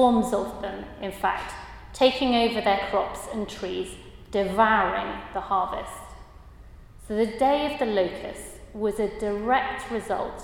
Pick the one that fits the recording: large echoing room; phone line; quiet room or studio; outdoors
large echoing room